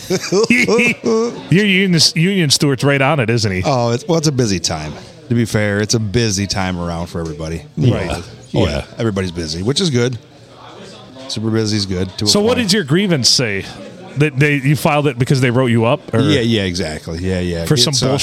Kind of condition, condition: setting, busy venue